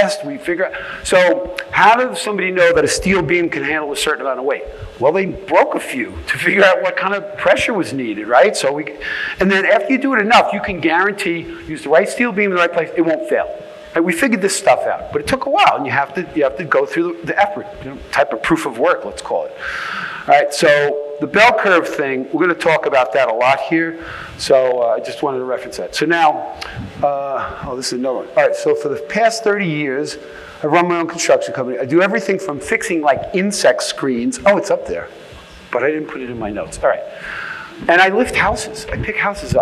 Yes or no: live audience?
yes